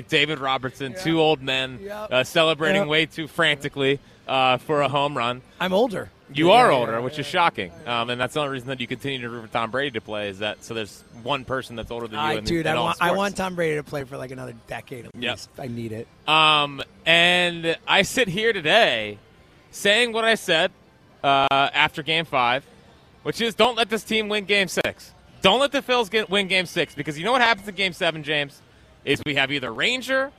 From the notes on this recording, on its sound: Live from Parx Casino.